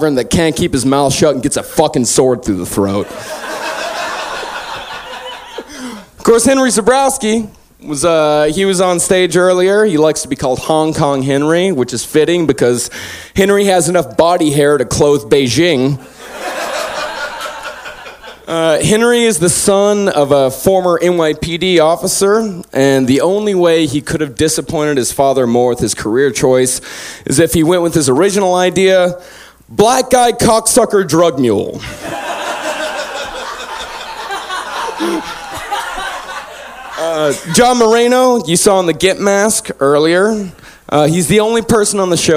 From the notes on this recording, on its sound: on this very special live episode